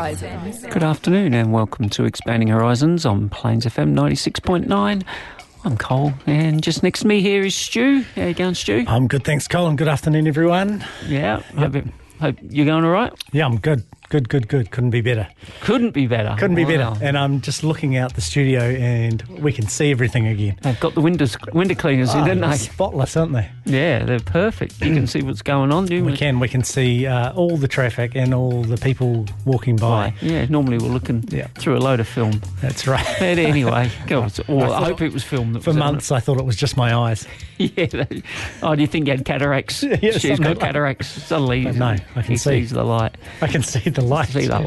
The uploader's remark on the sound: We chat on the phone to kiwi musicians